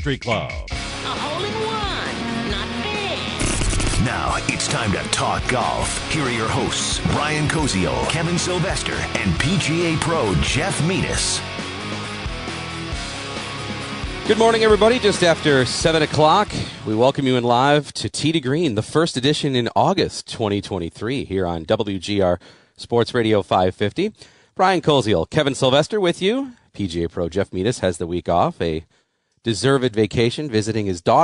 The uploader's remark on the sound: live From Pendleton Creek GC